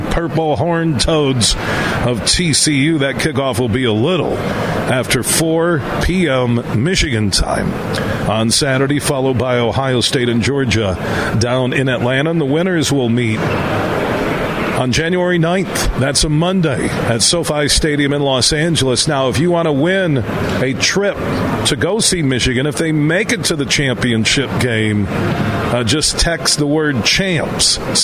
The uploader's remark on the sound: It's day two of us broadcasting live from Van Andel Arena as they're hosting the 57th Annual Great Lakes Hockey Invitational.